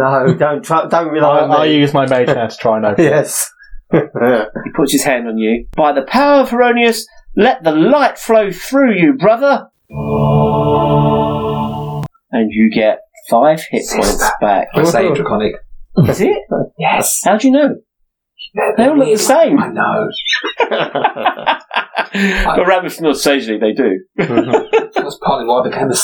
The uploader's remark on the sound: Sorry about the crazy audio. Unfortunately our recording of this episode did not go well. Apologies for the quality of the audio, we corrected as much as possible but also have the original audio behind it at just after the 27 th minute.